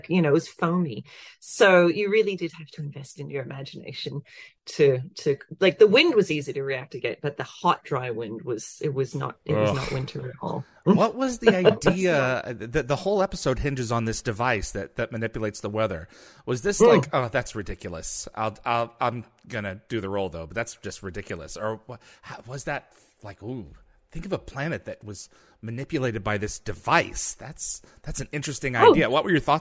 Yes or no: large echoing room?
no